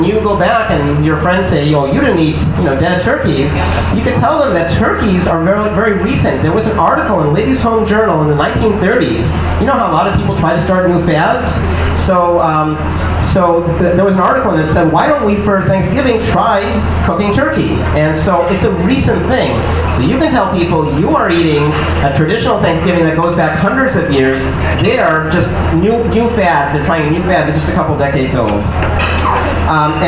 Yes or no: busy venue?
yes